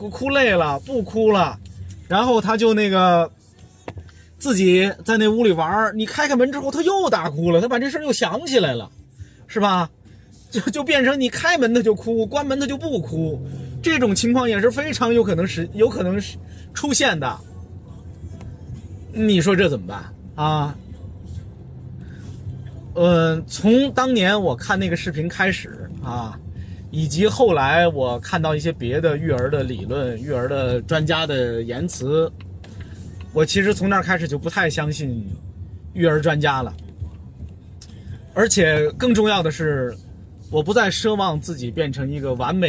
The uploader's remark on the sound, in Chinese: 本期「红灯区」节目还是在车内、在满是红灯的拥堵道路上录制。一刀未剪，一句没落。